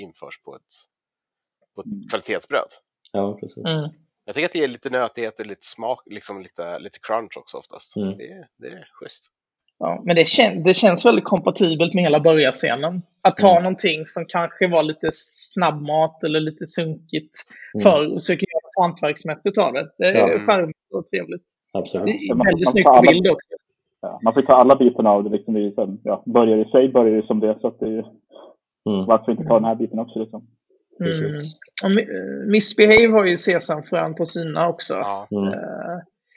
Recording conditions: poor sound quality